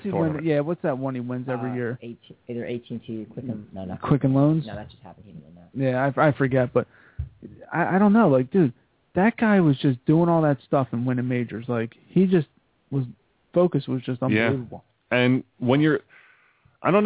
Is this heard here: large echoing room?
no